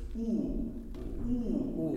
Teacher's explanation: So like a nice round German U is U. Ooh. It's nice and round and open and kind of deep and resonant. Whereas a U umlaut would be more forward.